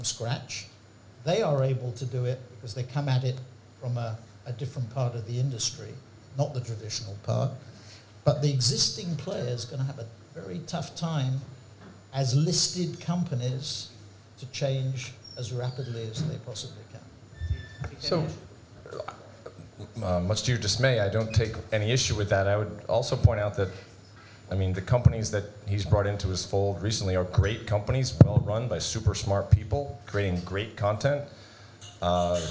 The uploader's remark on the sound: In front of an audience at The Drum Arms.